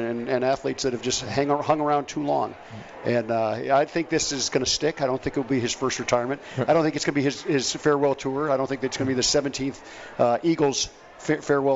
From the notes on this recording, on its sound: Live from the Cosmopolitan of Las Vegas